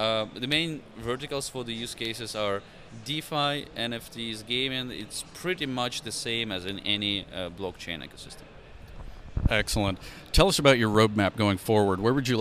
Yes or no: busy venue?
yes